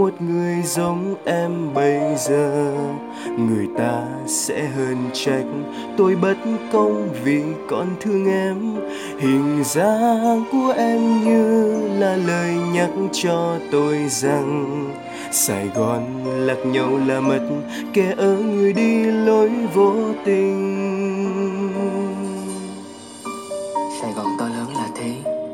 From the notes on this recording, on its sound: Recorded by my mobile phone